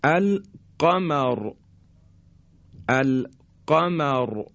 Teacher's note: حالا زمانی که حرف را ساکن قبلش فتحه و یا ضمه بیاد، مثل ار ارب ارب، القمر القمر، را ساکن هست قبل از اون مفتوح هست، قمر را تفخیم میشه درشت تلفظ میشه